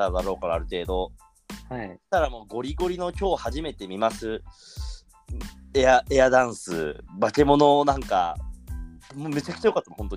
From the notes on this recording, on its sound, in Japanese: リモート収録